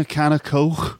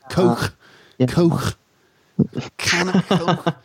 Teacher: it's weird that the K sound becomes a H sound